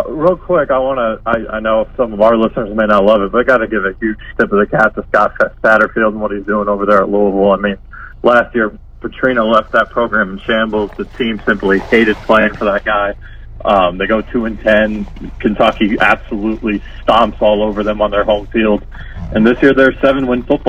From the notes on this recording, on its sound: Joining via phone.